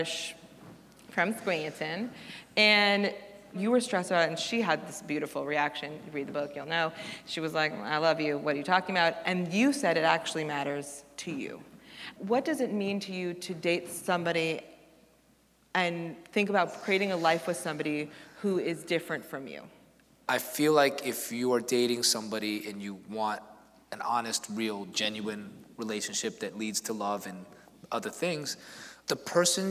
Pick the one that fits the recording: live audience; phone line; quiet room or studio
live audience